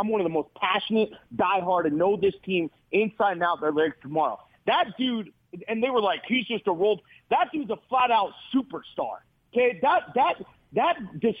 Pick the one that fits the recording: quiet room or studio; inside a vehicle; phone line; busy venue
phone line